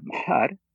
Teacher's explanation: It's kind of a voiceless nasal, or you could just pronounce the two things right next to each other.